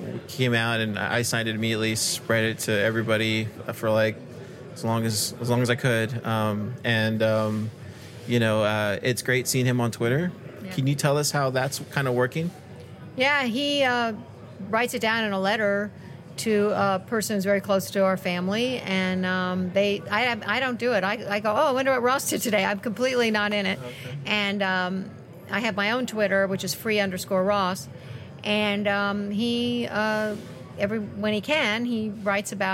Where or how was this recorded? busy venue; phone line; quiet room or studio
busy venue